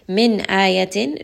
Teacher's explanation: It is a letter of idhar, meaning that noon is said very clearly.